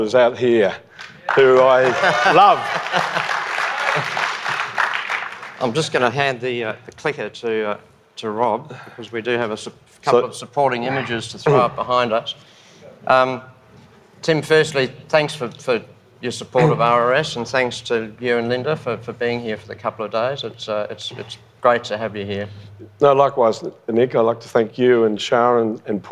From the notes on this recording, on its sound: LIVE recording on the Gold Coast. This is a live recording from the main stage of Resources Rising Stars conference on the Gold Coast.